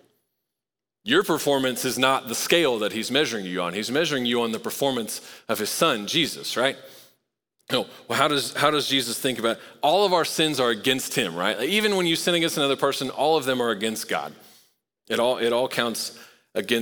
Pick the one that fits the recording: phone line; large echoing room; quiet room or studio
large echoing room